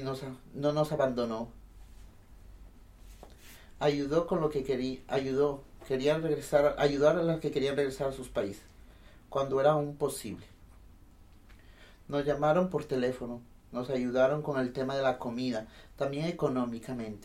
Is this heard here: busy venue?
no